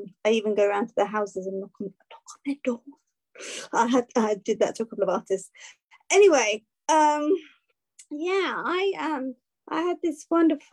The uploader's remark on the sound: Live Zoom Book Launch